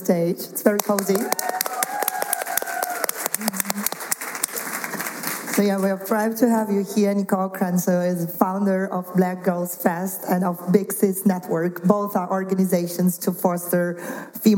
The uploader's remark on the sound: This episode was recorded live on stage at the Lead Today Shape Tomorrow Conference organised by Female Founders in June 2022 in Vienna.